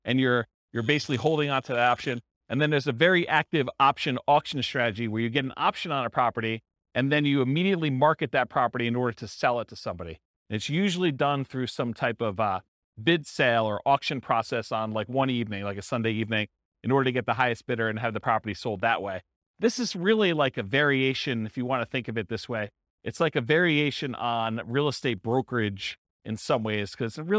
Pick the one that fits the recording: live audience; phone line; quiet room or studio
live audience